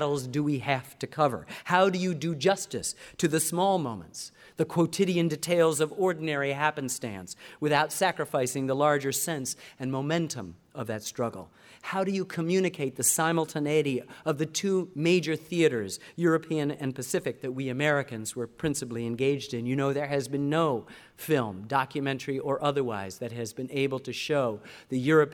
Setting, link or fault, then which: setting, live audience